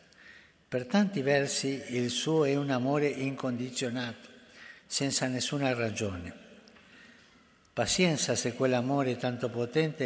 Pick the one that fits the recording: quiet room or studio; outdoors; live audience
live audience